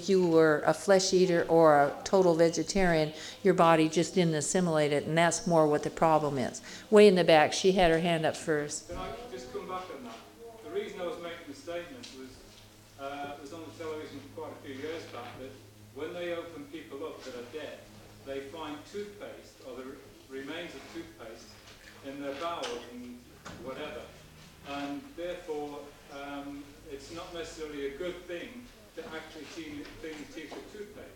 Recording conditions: live audience